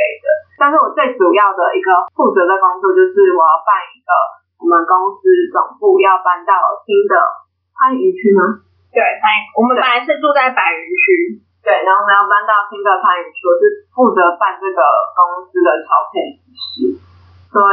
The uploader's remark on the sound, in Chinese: 因錄音當日設備及場地問題，音質欠佳